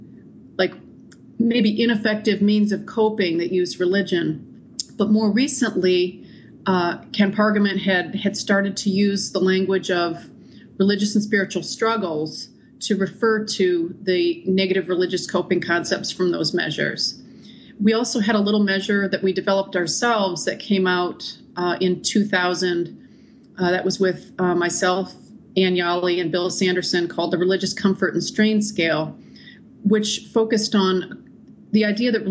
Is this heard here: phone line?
no